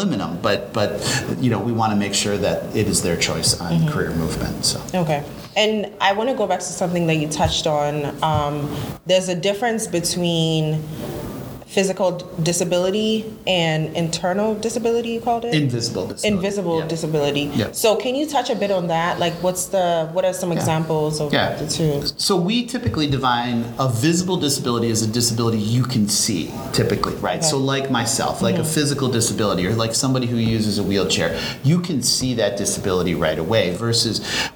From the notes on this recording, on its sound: Live at ANTEC® 2022.